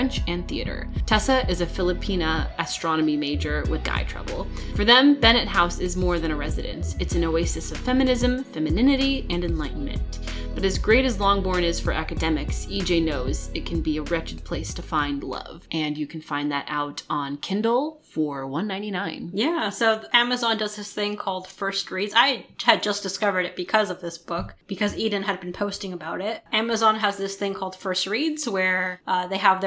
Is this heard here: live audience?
no